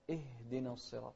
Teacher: اهدنا الصراط المستقيم، ما نقول اهدنا، لا، اهدنا الصراط، نسكن الهاء بدون قلقلة للهاء